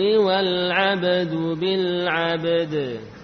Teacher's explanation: huruf yang terakhir qalqalah, sebelumnya juga qalqalah. Dua-duanya di qalqalah.